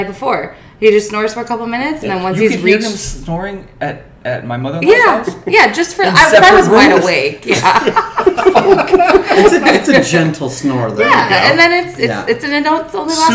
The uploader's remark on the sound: Live from San Diego Comic Con 2019. On this episode we are live from San Diego Comic Con.